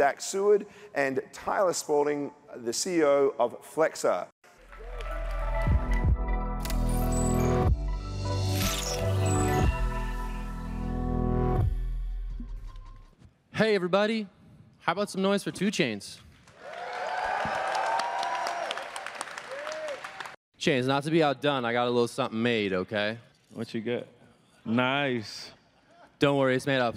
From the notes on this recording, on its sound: This panel occurred on June 10, 2022, the second day of CoinDesk’s Consensus 2022 festival